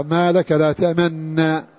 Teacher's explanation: هناك من قرأ بنون مشددة واحدة